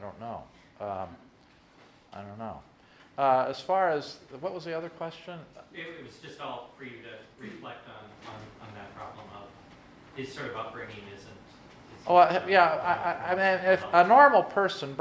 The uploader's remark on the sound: during his lecture to students and faculty on January 27 at Christendom College